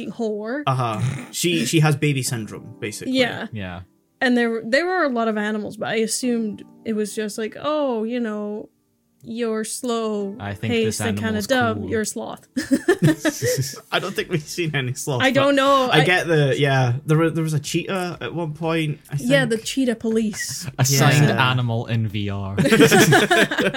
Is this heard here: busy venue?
no